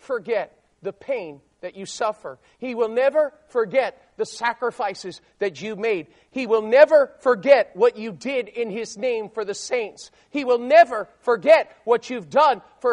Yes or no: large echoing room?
yes